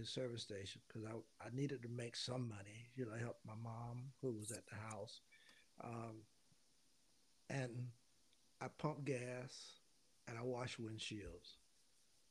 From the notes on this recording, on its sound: The audio is unusually quiet for unknown and unexplained reasons.